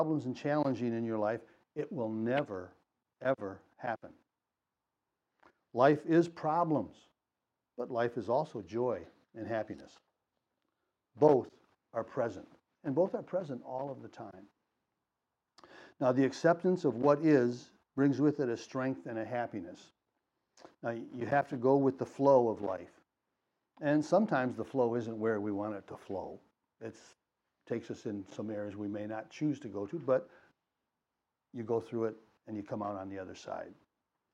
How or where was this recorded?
large echoing room